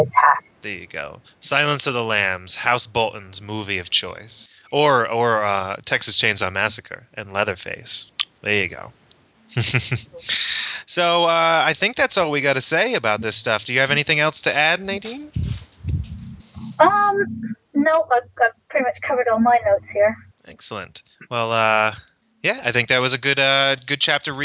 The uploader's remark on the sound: Sorry for the poor audio quality in this episode.